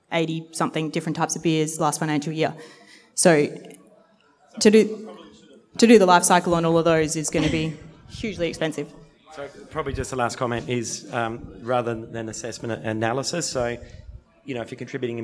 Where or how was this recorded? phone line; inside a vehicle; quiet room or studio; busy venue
busy venue